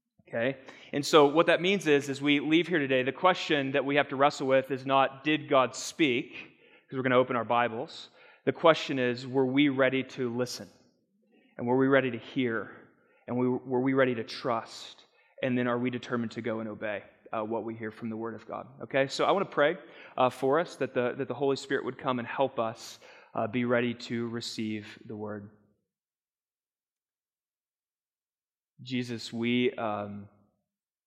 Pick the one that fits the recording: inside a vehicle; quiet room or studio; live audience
live audience